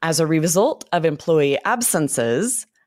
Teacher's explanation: So for the examples here, as a result of employee absences, and then we're going to pause with that comma, we're emphasizing the noun before the comma a little more